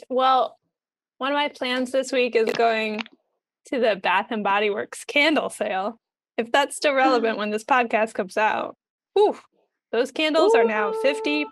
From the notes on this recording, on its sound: our audio quality is now worse